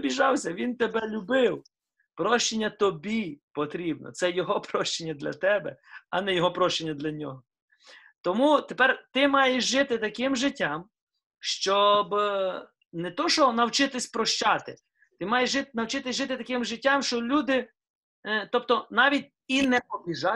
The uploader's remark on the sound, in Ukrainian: Zoom зустріч